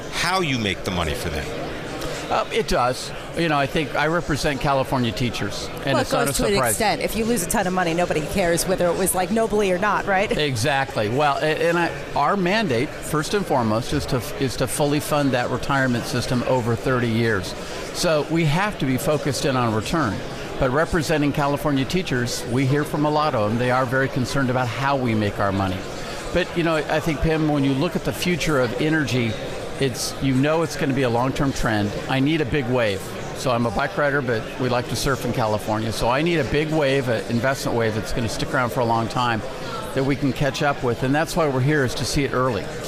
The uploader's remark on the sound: Live from the 2017 Future of Energy Summit